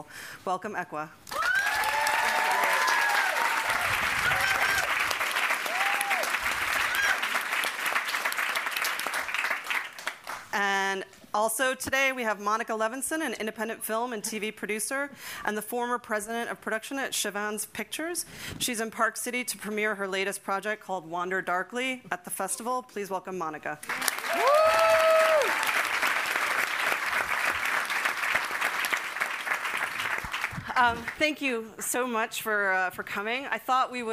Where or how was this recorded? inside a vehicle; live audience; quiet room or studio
live audience